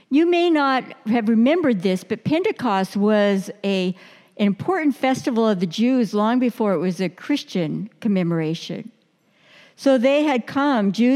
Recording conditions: large echoing room